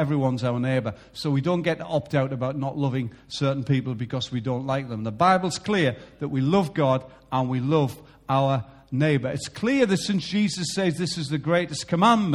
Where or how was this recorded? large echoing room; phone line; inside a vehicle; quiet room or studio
large echoing room